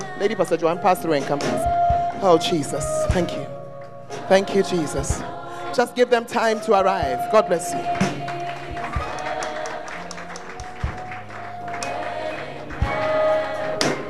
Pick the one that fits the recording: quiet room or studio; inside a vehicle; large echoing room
large echoing room